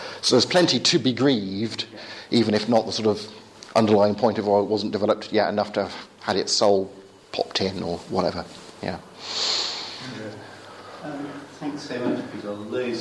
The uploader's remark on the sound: Talk from the first 2012 Reasonable Faith course at Highfield Church, Southampton.